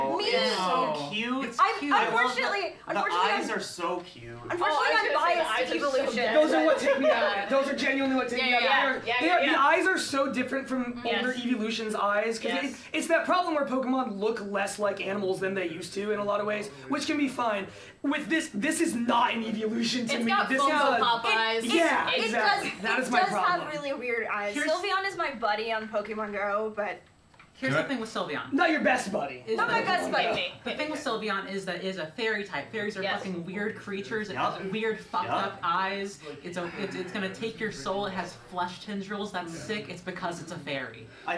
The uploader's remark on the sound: Live from Extra Life 2023. Live from Michigan, it's a special morning edition of Champs In The Making!